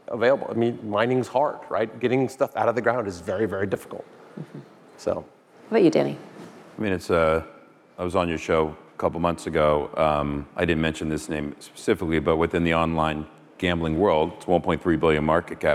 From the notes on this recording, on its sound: Panel from iConnections Global Alts Conference. The Global Alts Conference in Miami.